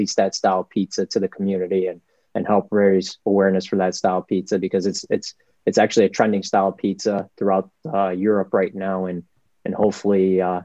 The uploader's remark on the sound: Recorded Live on Zoom